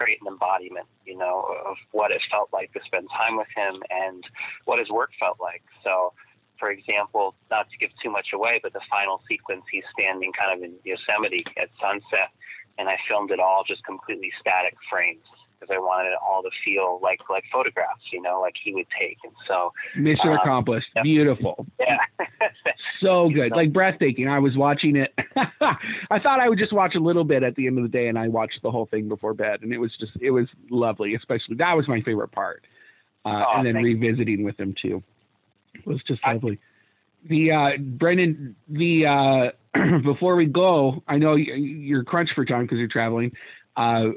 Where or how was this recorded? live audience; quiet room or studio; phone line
phone line